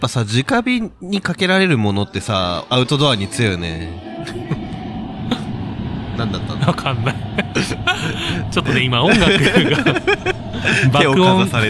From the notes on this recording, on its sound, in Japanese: 今回は小雨降る多摩川河川敷よりお送りいたします。コロナ禍でソーシャルディスタンスが叫ばれる中、密室を飛び出し野外での収録を行いました。